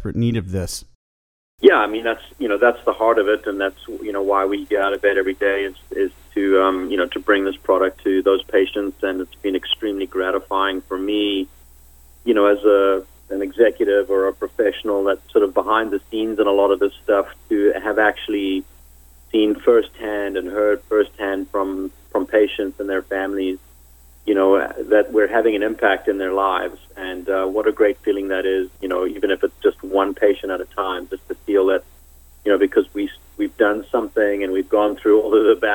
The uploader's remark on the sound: called in to SmallCapVoice.